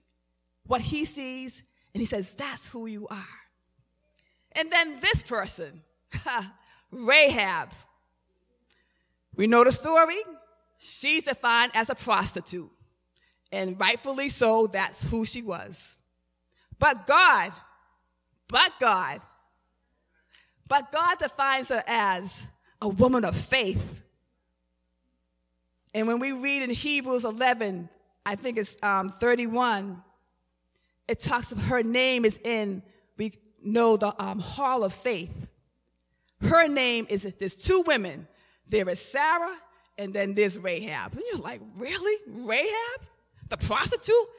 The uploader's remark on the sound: Recorded at the 11:30am Service on 2017-05-14.